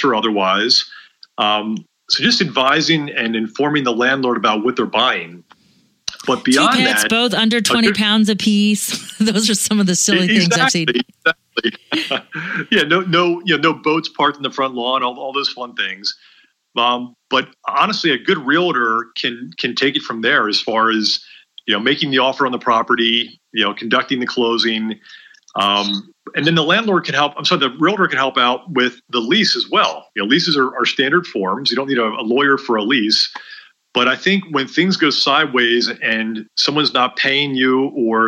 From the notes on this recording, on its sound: This is the first part of our two-part series from our Facebook live event we held a couple of weeks ago